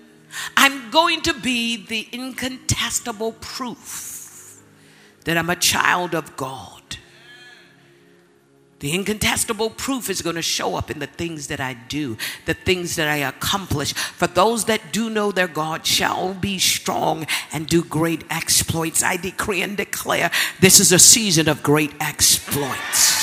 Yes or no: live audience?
yes